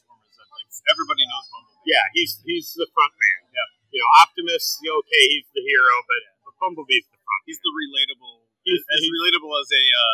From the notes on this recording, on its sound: Live from QuadCon Dubuque. Live at QuadCon Dubuque, October 2, 2022.